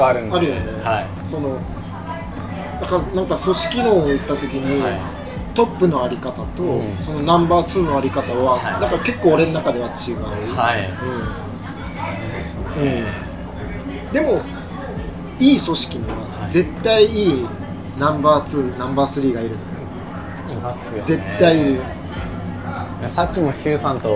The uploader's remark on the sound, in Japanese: 焼肉屋さんで突然の収録で騒がしいですが、そんな場だからこその熱い談義になりました。